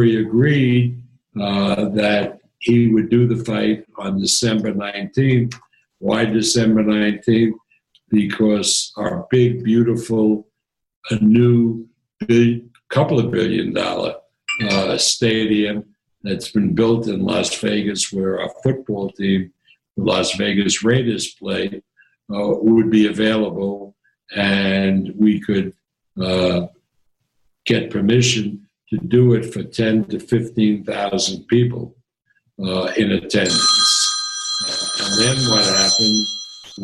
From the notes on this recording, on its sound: Via Zoom